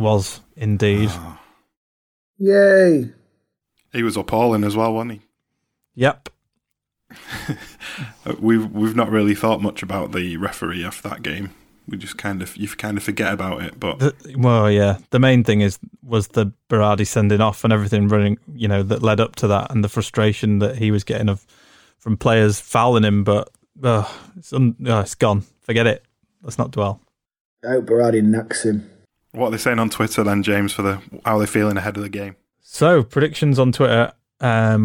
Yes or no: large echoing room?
no